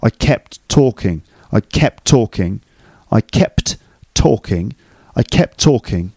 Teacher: The T at the end of kept sort of disappears because of the next T in talking. · Term: elided